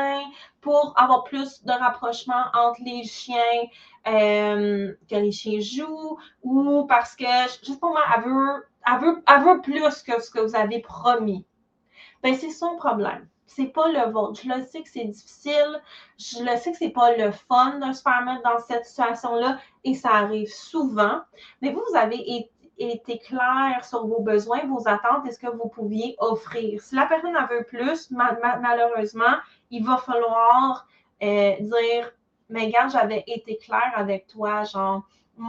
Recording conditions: video call